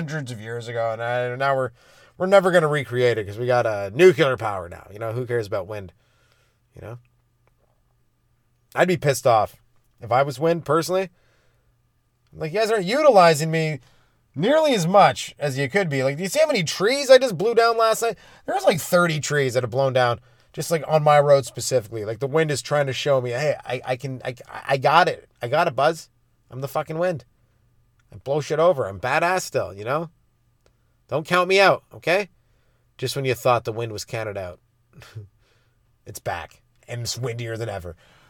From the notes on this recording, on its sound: This week its coming to live from the Comedy Padcast Studio headquarters in the front seat of my CRV parked in a driveway.